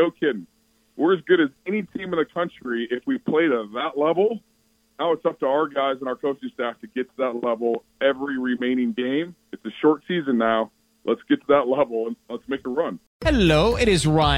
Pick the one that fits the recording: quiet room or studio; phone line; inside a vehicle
phone line